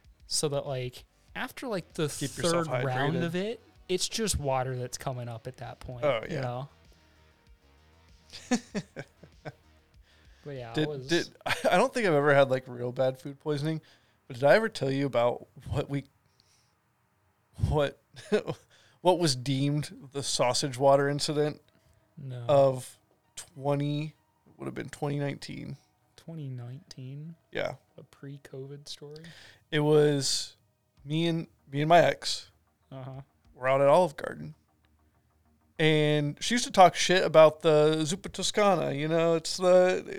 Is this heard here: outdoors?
no